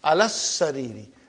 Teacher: I did not pronounce Alif. I did not pronounce Lam. And in As Sariru, I only pronounce Hamza.